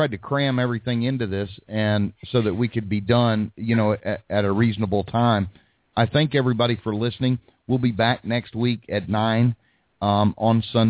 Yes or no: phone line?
yes